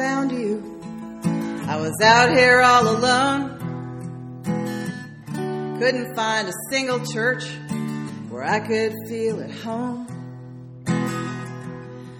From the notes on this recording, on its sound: Sermon delivered on May 4th, 2008.